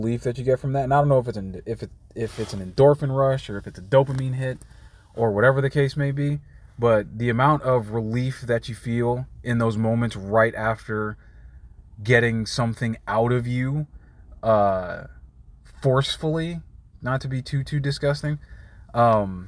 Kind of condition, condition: setting, inside a vehicle